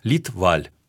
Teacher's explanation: Шведы произносят фамилию фактически с двумя ударениями, с придыханиями.